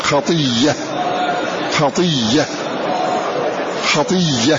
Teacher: إذن هذه الياء ينطبق عليها قول الناظم ويدغم فيه الواو والياء مبدلا إلى زيدة فهي مزيدة فنقول خطية خطية. أبدل الهمزة ياء ثم أدغم الياء التي قبلها فيها